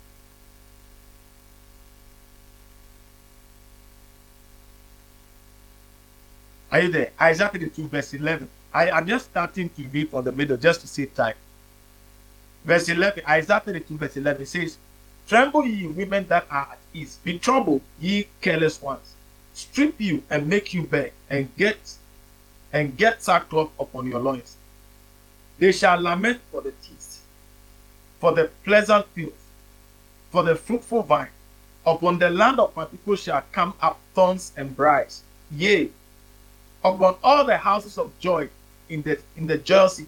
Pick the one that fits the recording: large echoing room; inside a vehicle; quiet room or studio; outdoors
large echoing room